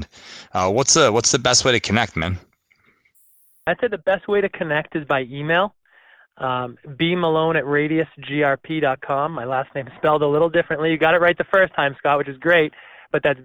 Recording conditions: phone line